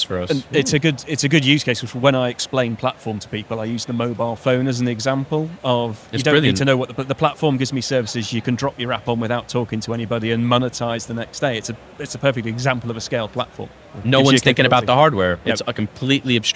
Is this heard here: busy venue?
yes